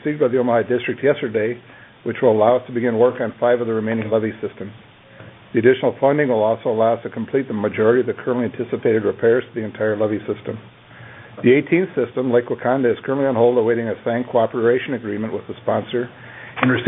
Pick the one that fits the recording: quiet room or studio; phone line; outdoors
phone line